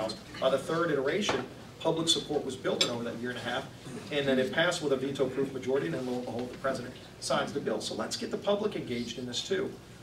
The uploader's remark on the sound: WASHINGTON, DC. Spoke to a luncheon meeting of The Ripon Society.